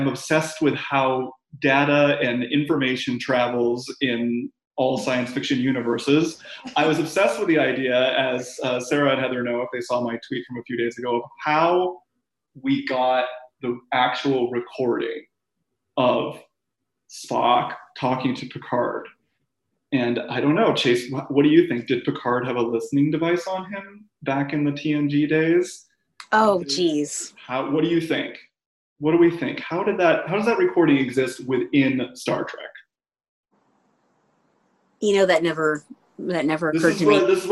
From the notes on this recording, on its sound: This episode was recorded remotely via Zoom and as such the sound quality may not be up to the usual standards of the podcast taped in the studio.